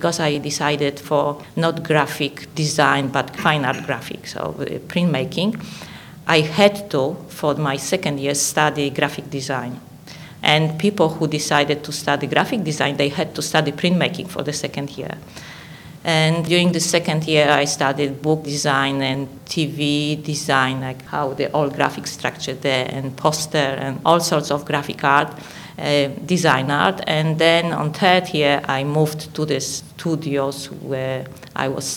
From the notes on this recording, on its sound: Recorded with a live audience